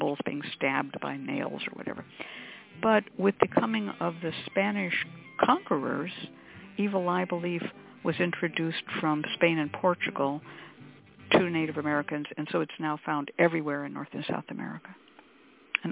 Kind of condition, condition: link, phone line